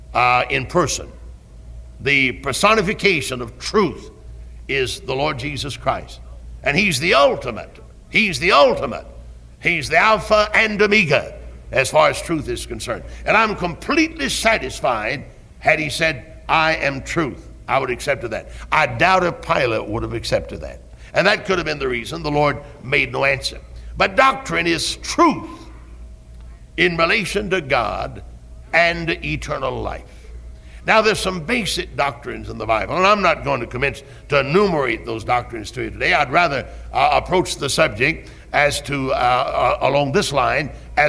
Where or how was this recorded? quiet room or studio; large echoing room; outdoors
large echoing room